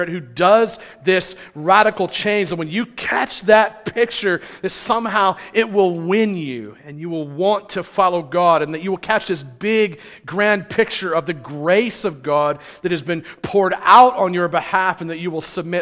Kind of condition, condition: setting, large echoing room